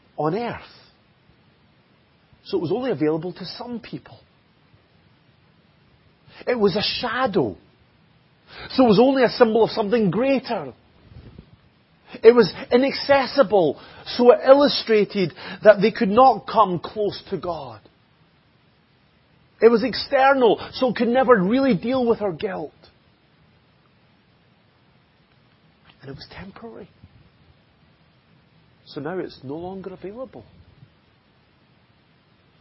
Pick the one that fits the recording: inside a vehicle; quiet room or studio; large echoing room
large echoing room